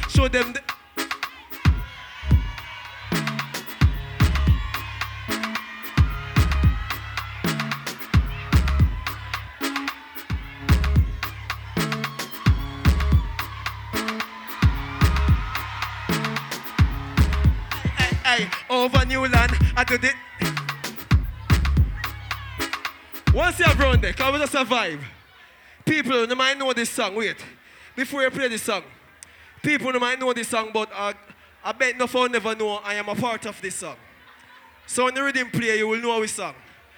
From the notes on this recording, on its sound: Live set from my Birthday party in London UK.